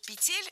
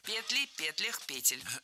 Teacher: Ударным во множественном числе должна быть «е» в первом слоге. · Shown in: second take · Всегда. Что интересно, у этого слова есть послабление.